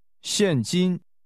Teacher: Cash is pronounced with a falling 现 and a high level tone.